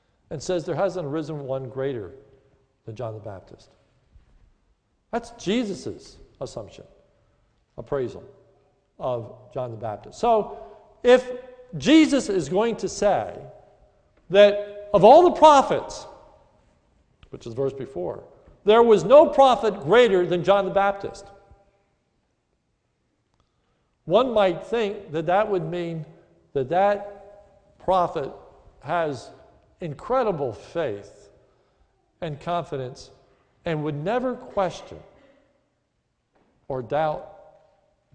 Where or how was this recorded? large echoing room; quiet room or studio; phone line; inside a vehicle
large echoing room